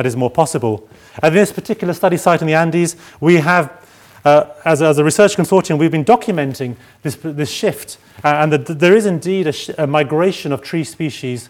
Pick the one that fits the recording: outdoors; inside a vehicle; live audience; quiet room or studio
live audience